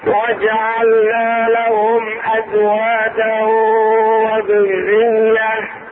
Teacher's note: نحذف التنوين ونربطها في الواو وندغمها أيضا · Term: ادغام بغنة